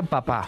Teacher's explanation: Hay un arrastre del sonido anterior al sonido que viene a continuación. En papá, esa segunda P lleva un poquito de la carga de cómo teníamos la boca en la A · Term: coarticulación